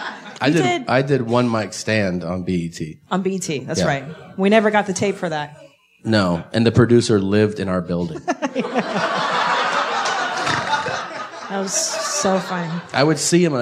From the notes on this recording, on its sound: Live ValenTIMES from Pasadena. We brought our love to the Ice House for a live episode with a fiery, sexy crowd.